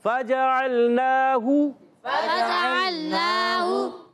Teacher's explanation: اب دیکھیے لام ساکن ہے، فجعل عل لام کو ہلائیں گے نہیں، فجعل فجعل، ٹھیک ہے. اب نون پر کھڑا زبر ہے، اس کو ایک الف کھینچ دیں گے. پھر ہا پر پیش ہے، پھر نہیں کھینچیں گے، یعنی کھڑی حرکات آئیں گی تو ایک الف کھینچنا ہے، حرکات آئیں گی تو نہیں کھینچنا.